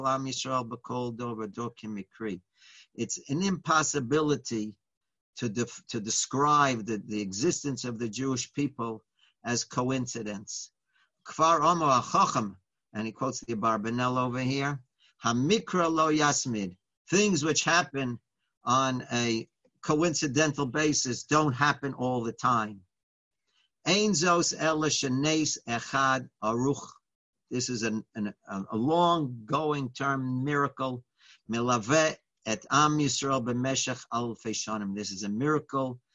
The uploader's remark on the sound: Live On Zoom